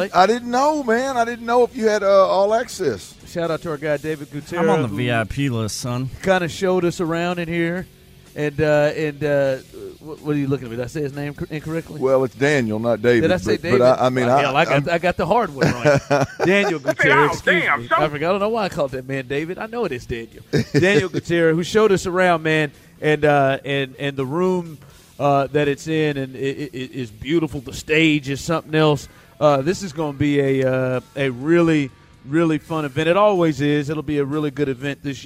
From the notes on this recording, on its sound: THE DRIVE LIVE from the Houston Sports Awards Red Carpet.